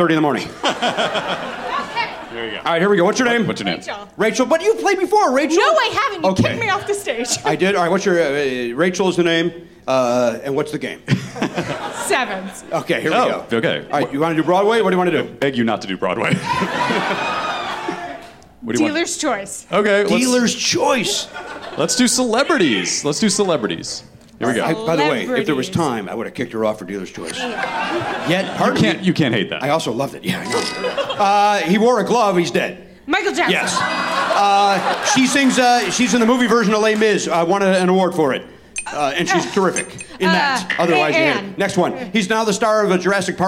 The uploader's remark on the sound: Recorded live at The Bell House in Brooklyn, New York.